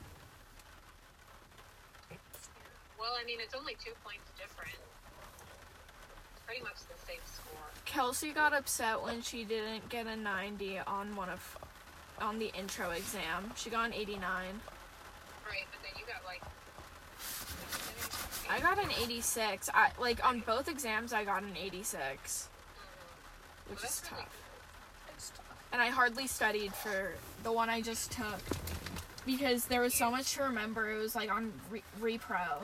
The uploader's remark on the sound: Vibe with us in the car. Oh it also rains which is cool.